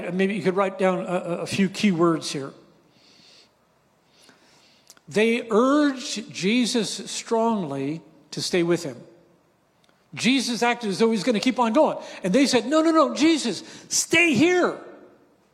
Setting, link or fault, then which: setting, live audience